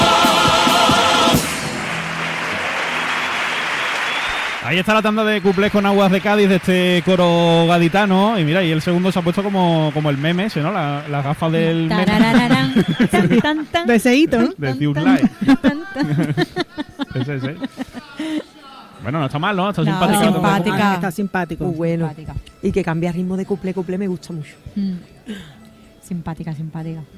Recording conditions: live audience